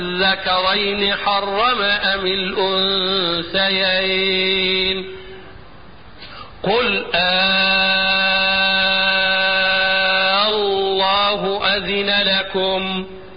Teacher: فانا ابدلتها الف وبعدها حرف ساكن، امد الالف ده مدا مشبعا بمقدار 6 حركات، وحتكون في لفظين وهما الذكرين والله مدا لازما كلميا مثقلا، تمد بمقدار 6 حركات هكذا